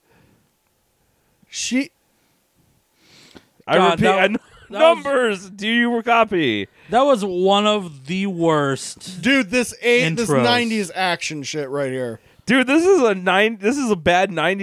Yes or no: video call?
no